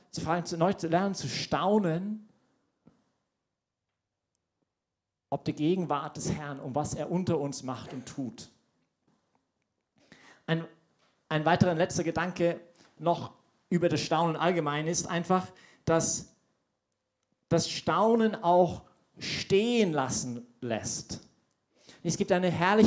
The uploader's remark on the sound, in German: Diese Predigt wurde bei der YP Messe